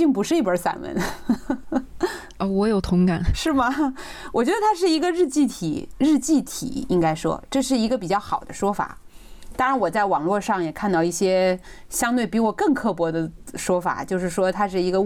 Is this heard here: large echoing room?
no